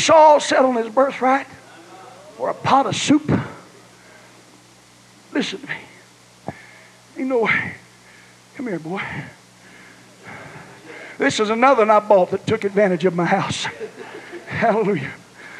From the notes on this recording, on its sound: was preached in Ruidosa, New Mexico at the ALJC Texas District Western Camp